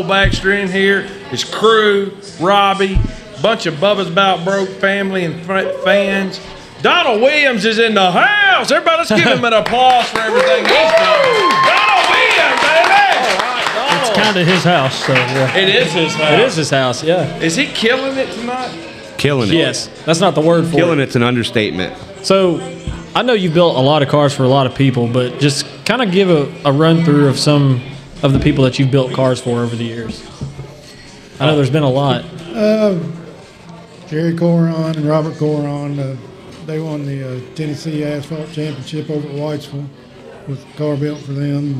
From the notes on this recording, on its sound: LIVE from the Brickyard Cafe